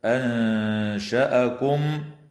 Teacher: وتخفى النون الساكنة عند الشين مع الغنة مرققة